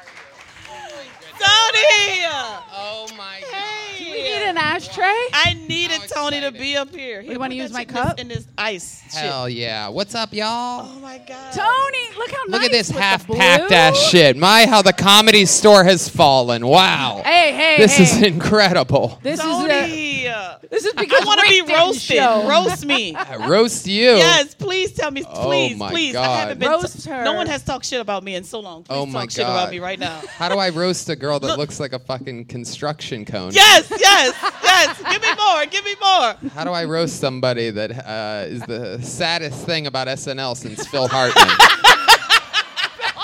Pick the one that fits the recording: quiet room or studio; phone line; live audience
live audience